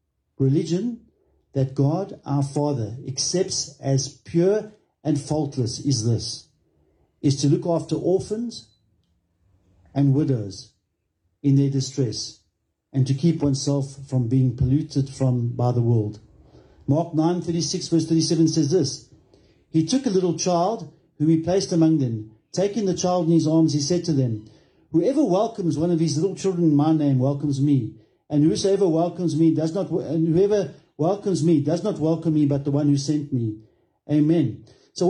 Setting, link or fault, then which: setting, large echoing room